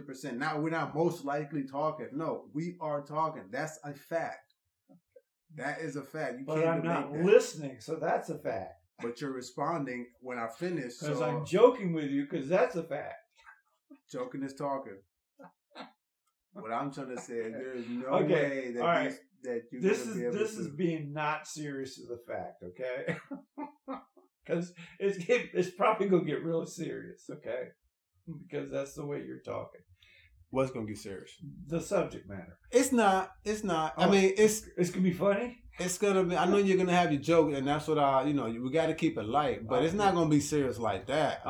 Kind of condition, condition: fault, poor sound quality